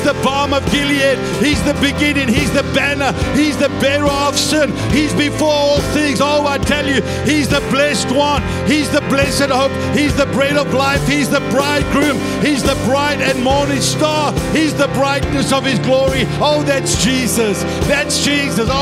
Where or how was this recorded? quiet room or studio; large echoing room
large echoing room